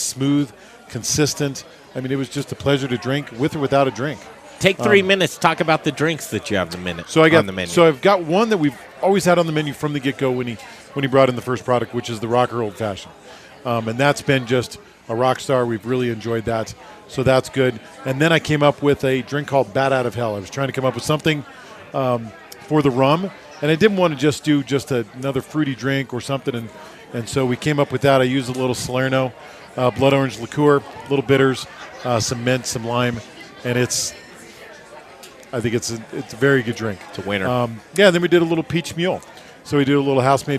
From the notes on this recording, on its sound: The Modern Eater Show was live from Abrusci's Fire and Vine Saturday night!